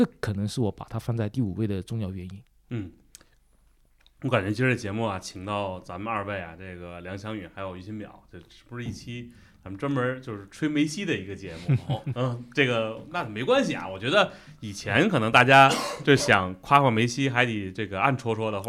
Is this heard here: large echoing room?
no